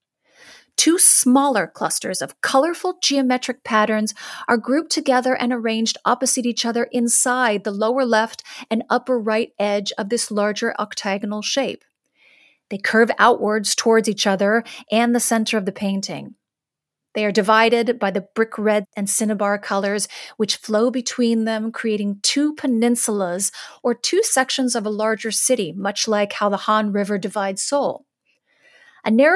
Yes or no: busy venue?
no